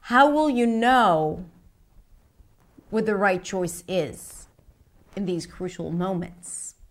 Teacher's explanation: The pitch falls at the end in these crucial moments. · Term: rising, falling intonation